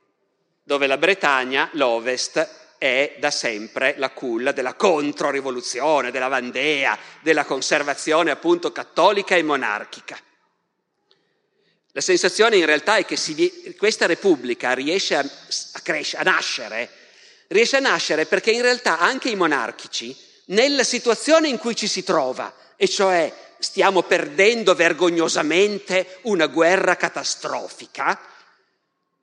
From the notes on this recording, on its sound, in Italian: Dal Festival della Mente 2021.